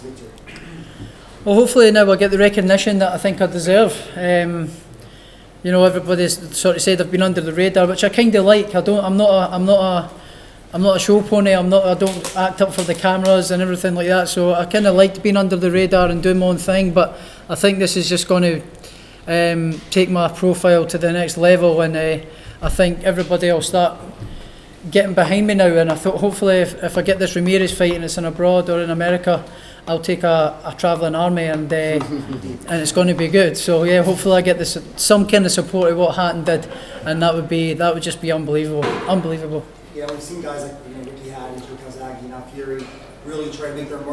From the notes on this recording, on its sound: POST FIGHT PRESS CONFERENCE | Matchroom Boxing.